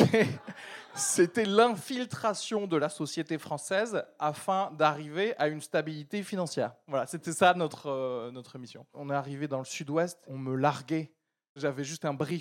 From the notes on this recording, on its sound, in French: LIVE au Charlie et sa Bière à 2 balles. EN PUBLIC au Charlie et sa Bière à 2 balles (Paris) avec une soirée spéciale qui mêle STAND-UP et PODCAST enregistré en public !